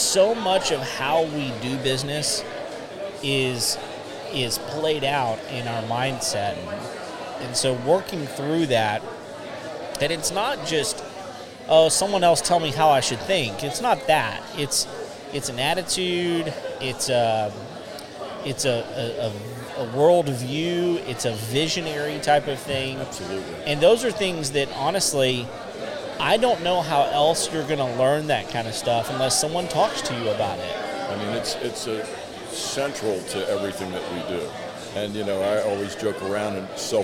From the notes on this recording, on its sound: We are live at the Net networking event in Conroe, TX. We are here at Moco Food Hall, and it's an awesome place with a coffee shop, burger place, cajun place, and an asian place - all air conditioned and out of the rain.